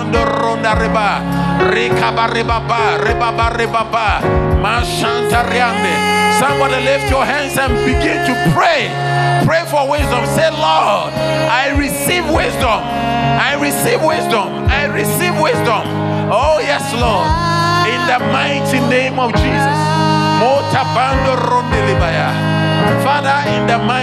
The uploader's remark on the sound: Sermon delivered on Friday, October 4, 2023, at LCI Mega-Church in Cape Town, South Africa.